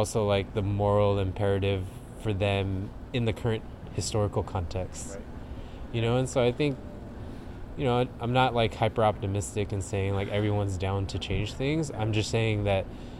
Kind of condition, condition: fault, wind noise